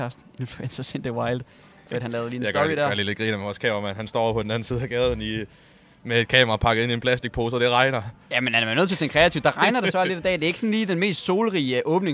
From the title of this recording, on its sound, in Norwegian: Live Fra Zwei Grosse!